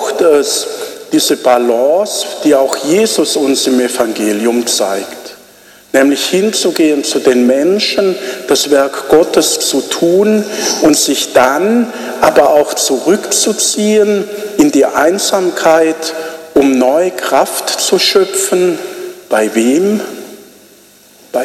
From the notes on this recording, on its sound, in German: Ausschnitte vom Gottesdienst 5. Sonntag im Jahreskreis B 2021 in Helmsheim.